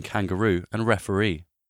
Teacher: The stress falls on the last syllable in kangaroo and referee.